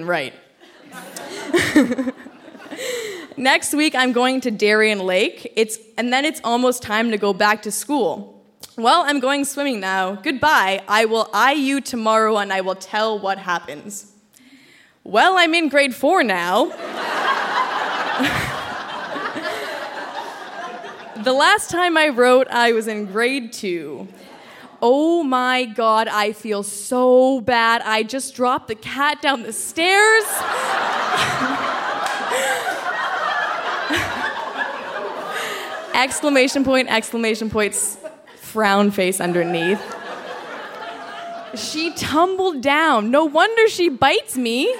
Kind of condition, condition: setting, live audience